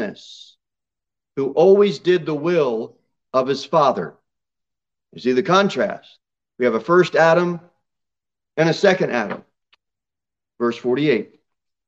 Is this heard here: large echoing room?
yes